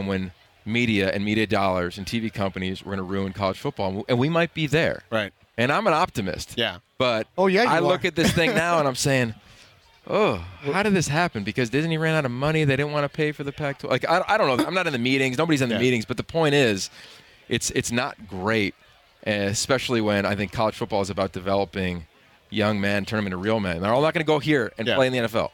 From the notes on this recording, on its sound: live from Rams Training Camp at UC Irvine!